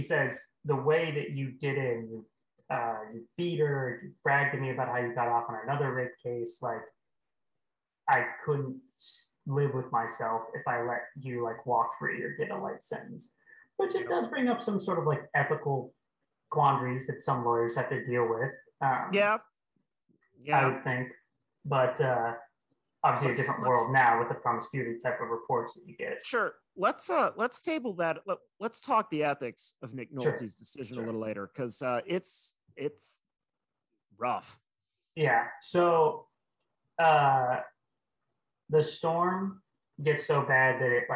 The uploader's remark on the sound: Mic Stinks. Sorry my mic is terrible.